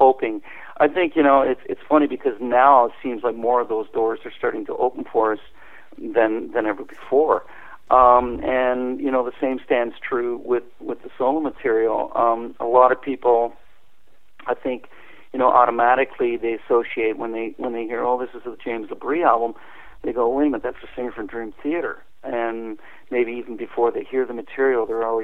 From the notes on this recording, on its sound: called